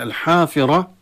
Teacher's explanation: الحافرة الألف طبيعي مع الطبيعي حركتين، والراء تفخم لأنها مفتوحة، ولا ننسى عند الوقف أن نقلب التاء هاء.